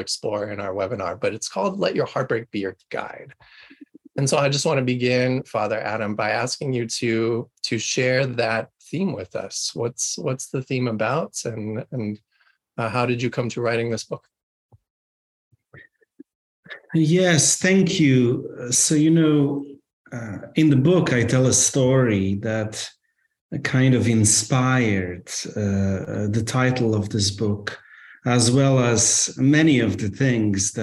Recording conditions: video call